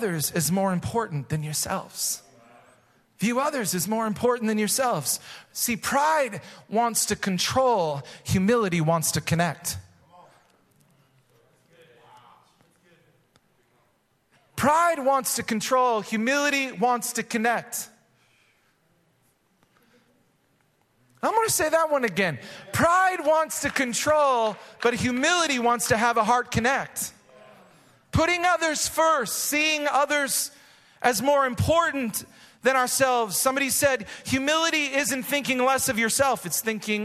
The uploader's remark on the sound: Recorded live at Hope Church in Springfield, MO.